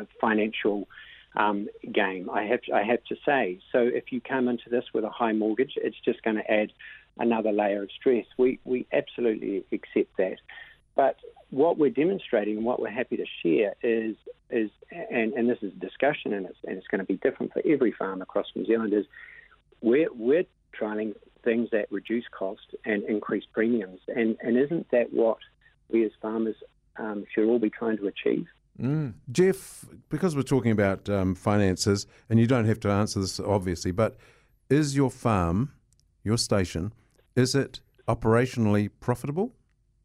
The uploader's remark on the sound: Called.